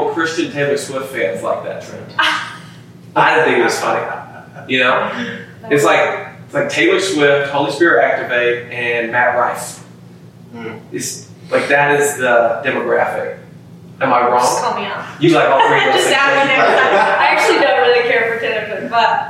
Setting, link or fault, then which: fault, poor sound quality